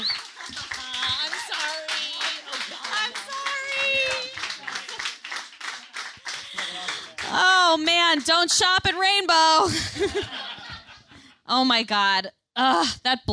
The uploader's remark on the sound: Live at Q.E.D. In Astoria, Queens.